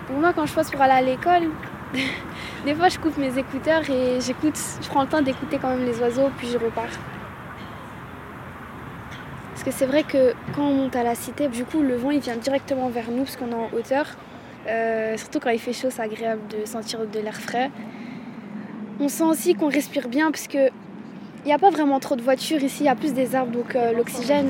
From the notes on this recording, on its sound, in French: Le Festival Des Blocs à la Cité Modèle n'a pas pu avoir lieu. On était quand même là, samedi 3 octobre, avec notre petit studio volant devant la Maison de la Création. Pour une émission avec les habitant·es et l'orga du festival !